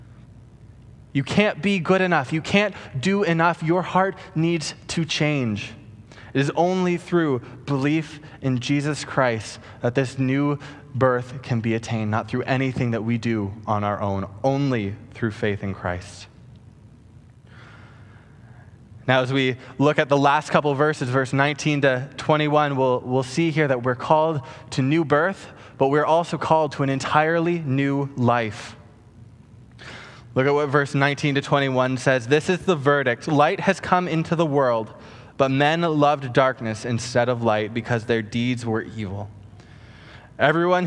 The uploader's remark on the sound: Preached on August 2, 2020 at Harbour Fellowship Church